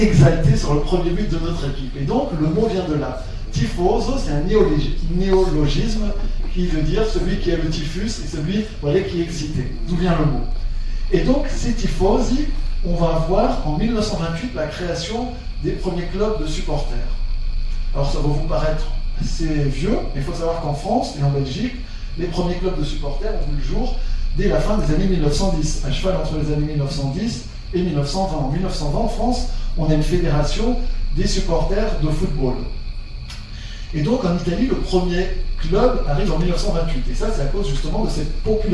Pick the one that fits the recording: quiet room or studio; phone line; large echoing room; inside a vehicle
large echoing room